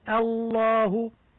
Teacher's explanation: يجب الانتباه إلى ترقيق همزة لفظ الجلالة قبل لامها المفخمة